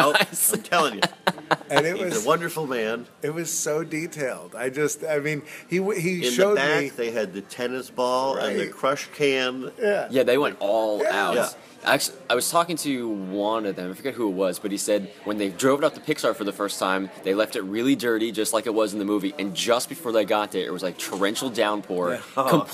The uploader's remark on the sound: D23 Expo 2015 Super Show. On the Expo floor.